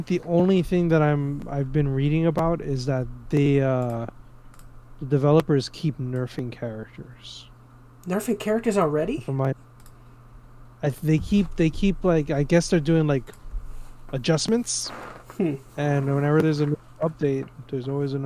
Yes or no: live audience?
no